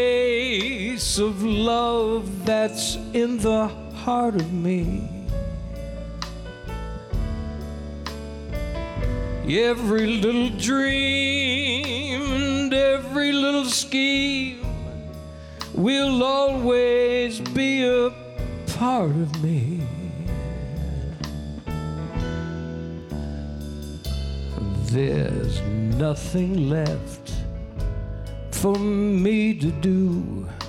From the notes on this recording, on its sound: Live at the South Point Casino